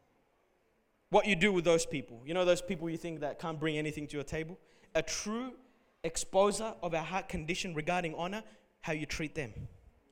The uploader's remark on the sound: Recorded at Revive Church Melbourne